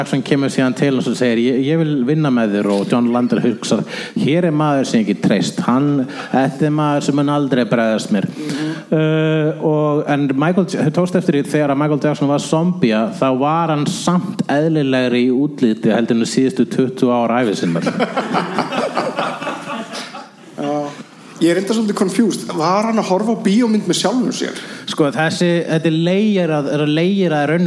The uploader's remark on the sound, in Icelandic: Setjast á TwinPeaks-esque sviðið í hryllingsholunni Húrra og hljóðrita Live bloodcast fyrir framan áhorfendur sem eru fleiri en puttahnífar Freddys en færri en endurkomur Jasons.